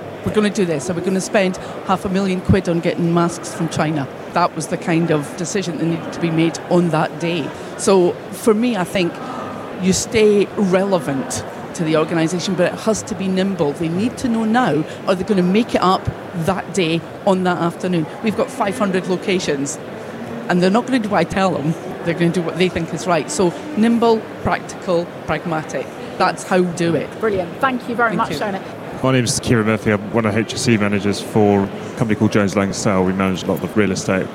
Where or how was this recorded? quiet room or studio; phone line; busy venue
busy venue